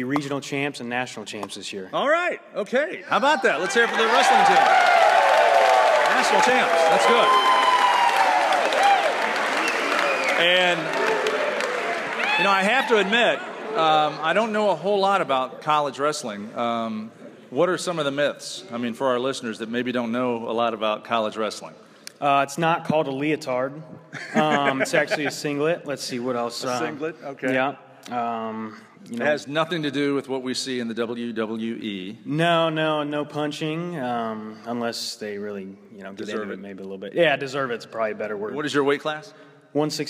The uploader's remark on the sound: We begin with a live audience at the University of Indianapolis.